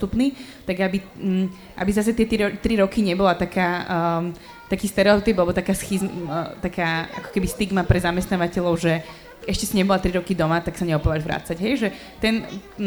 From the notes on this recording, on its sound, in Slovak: Rozhovor sme nahrávali na festivale Učiaca sa Trnava v októbri 2021.